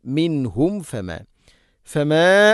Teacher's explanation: രണ്ട് ചുണ്ട് തമ്മിൽ തട്ടിച്ച് മീമിനെ പൂർണ്ണമാക്കണം